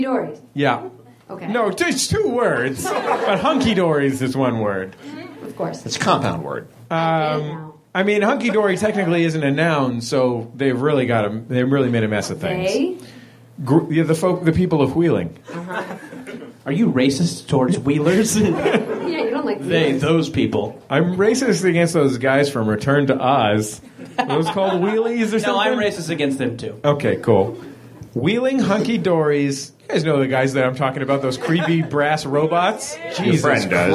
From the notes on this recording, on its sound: Live at the UCB Theater in Los Angeles.